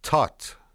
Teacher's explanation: And tut would be closed at both the front and the back.